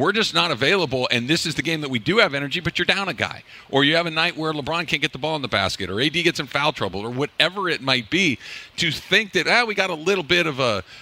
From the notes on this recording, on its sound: We're live from Commerce Casino!